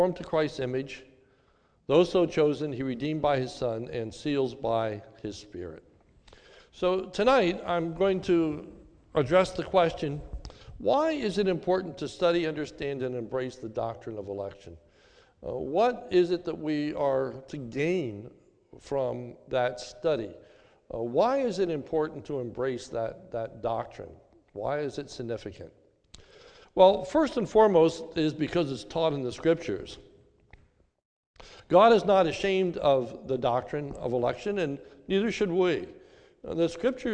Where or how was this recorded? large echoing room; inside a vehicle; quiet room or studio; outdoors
large echoing room